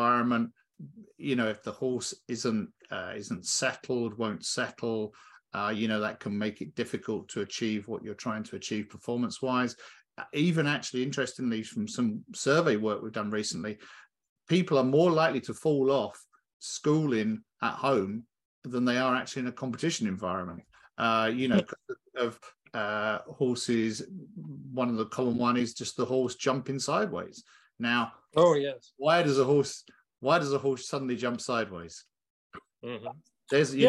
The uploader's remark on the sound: The interview was conducted over Zoom